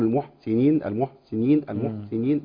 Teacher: لان الهمس لو ما ظهرش في الحاء يتنقلب لعين، يا اما يبقى حرف باهت مالوش صوت خالص.